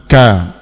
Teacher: Makhrajnya adalah pangkal lidah dengan langit-langit. · Term: huruf kaf